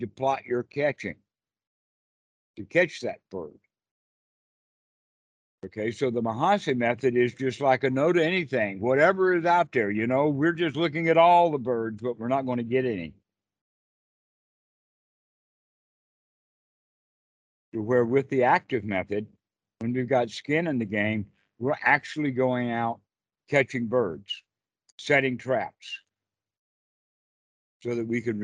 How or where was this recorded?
video call